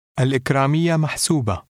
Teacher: the first word does not end in T, and the shada over the wow results in the longer IY letter combination.